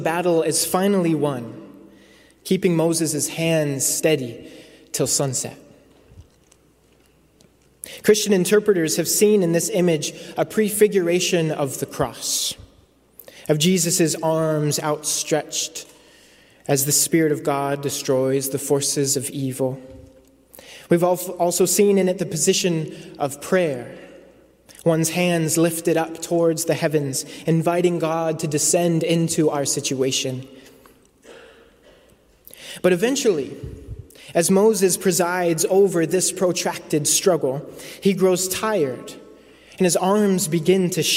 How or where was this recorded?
large echoing room